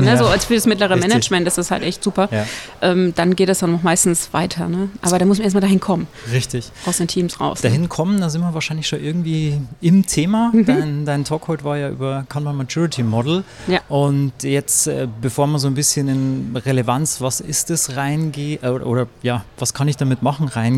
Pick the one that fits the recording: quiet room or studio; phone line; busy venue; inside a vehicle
busy venue